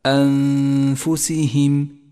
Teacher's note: المثال التالي على حكم الإخفاء عند قوله تعالى أنفسهم أنفسهم، يجب هنا أن نخفي النون الساكنة بالفاء مع بقاء غنة النون من غير تشديد للفاء، تقرأ هكذا أنفسهم، ولذلك لونت النون باللون الأخضر إشارة إلى الإخفاء وموقع الغنة.